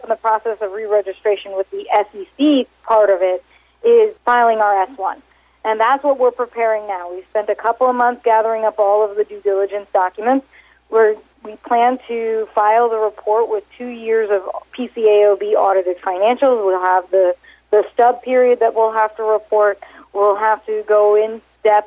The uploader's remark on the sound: called in to SmallCapVoice.